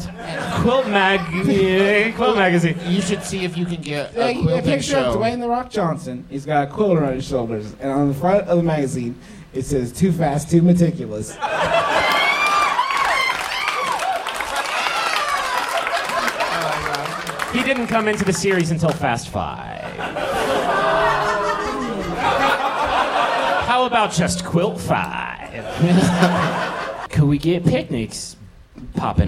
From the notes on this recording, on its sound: We're live once again from MaxFunCon 2015 in beautiful Lake Arrowhead! We and the audience enjoyed a nice leisurely Sunday morning show.